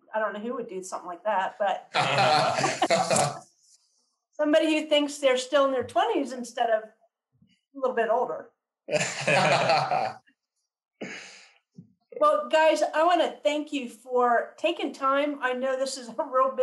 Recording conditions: video call